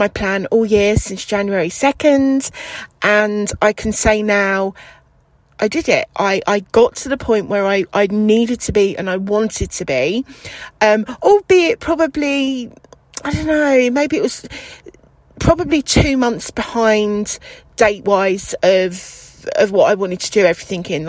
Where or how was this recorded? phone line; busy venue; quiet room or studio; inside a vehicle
inside a vehicle